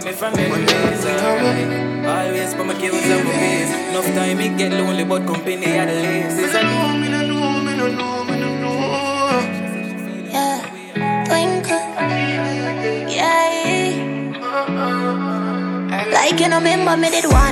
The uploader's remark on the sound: Live audio recording from the Island Satudays launch on Saturday July 3rd in Providence, RI